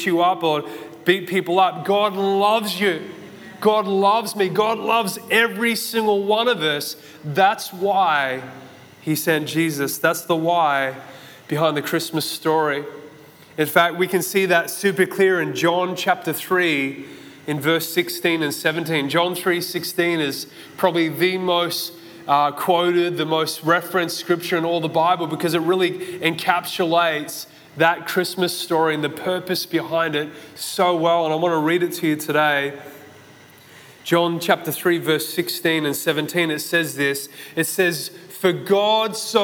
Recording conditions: large echoing room